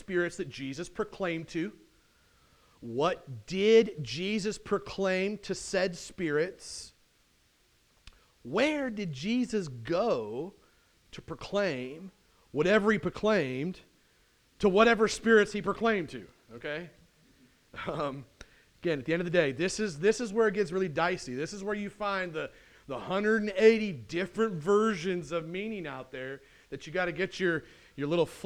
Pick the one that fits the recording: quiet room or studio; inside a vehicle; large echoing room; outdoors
large echoing room